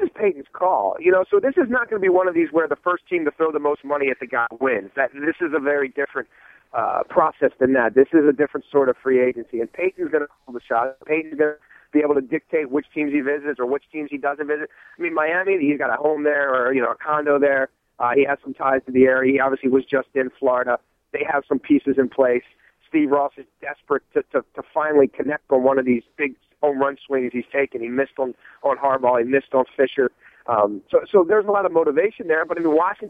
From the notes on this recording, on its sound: Phones in from outside of the Redskins facility. Who phones in to give his insights.